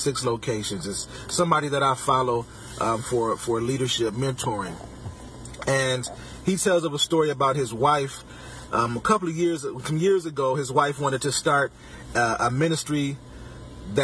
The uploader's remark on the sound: Podcasting from my car